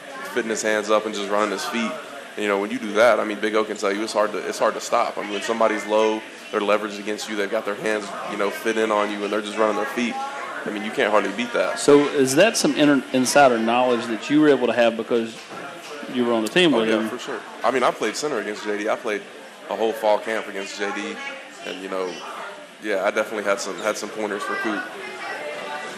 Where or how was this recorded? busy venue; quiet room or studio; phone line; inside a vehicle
busy venue